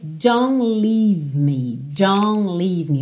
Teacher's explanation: a gente não ouve realmente o T dos don'ts que aparecem aí tanto na primeira quanto na segunda linha.